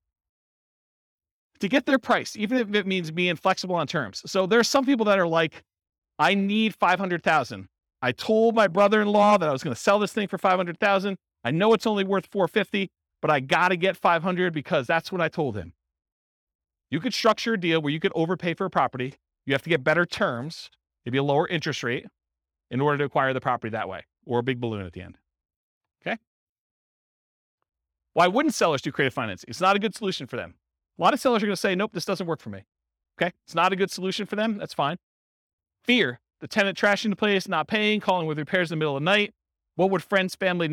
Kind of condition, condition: setting, live audience